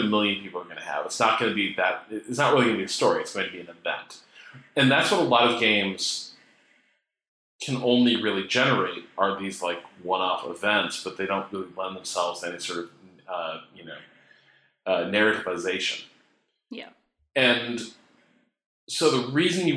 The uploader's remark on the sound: We had some slight mic issues this episode.